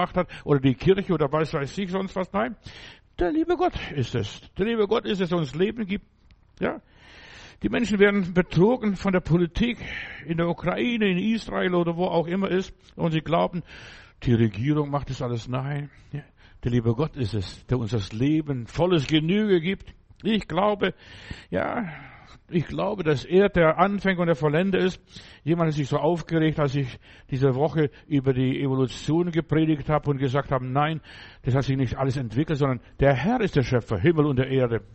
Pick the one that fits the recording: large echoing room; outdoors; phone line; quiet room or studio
large echoing room